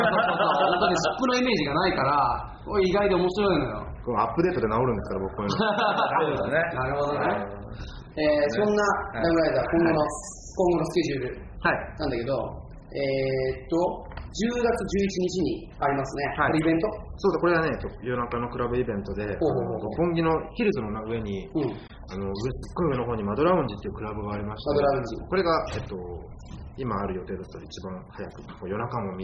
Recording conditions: busy venue